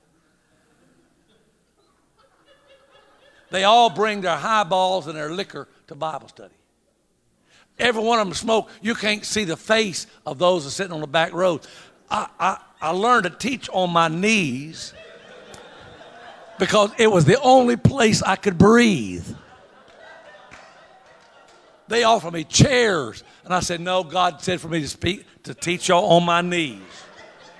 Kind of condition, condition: setting, live audience